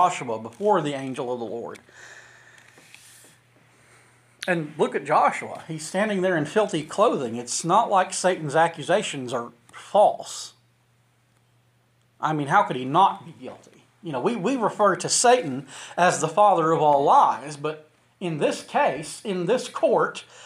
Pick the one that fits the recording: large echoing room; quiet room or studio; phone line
large echoing room